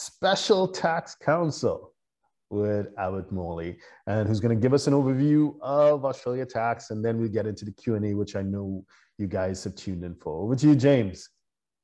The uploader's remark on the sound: (LIVESTREAM). For those joining us on Zoom.